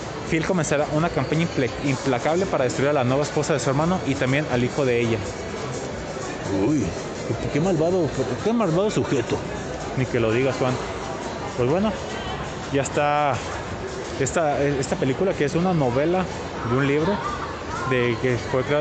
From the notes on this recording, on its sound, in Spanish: Salió de su estudio de grabación y traslado a la expo Guadalajara para hacer el programa desde la FIL 2021. Algunas pequeñas intervenciones de visitantes en el recinto, se vivió una experiencia diferente después de más de un año que no se hacía un programa fuera de cabina.